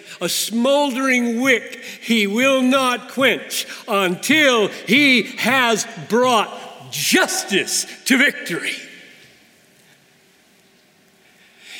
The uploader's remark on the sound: preached this message at the 2019 Bethlehem College & Seminary commencement